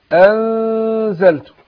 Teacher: بخفي النون في نفسها مع الغنة حركتين، وبعدين اجيب الحرف اللي بعدها انزلت كده.